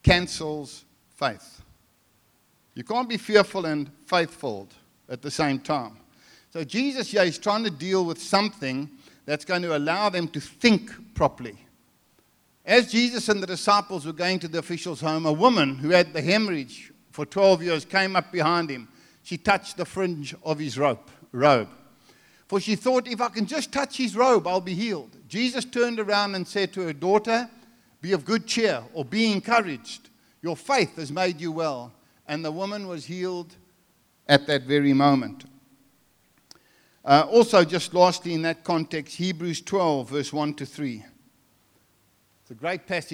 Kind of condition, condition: setting, large echoing room